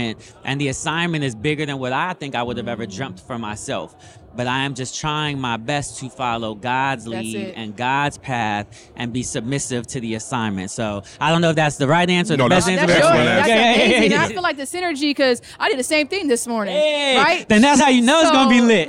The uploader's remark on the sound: We Went LIVE at the FutureLAND Conference 2023